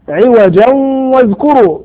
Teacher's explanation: إضغام بغنة لوقوع الواو بعد التنوين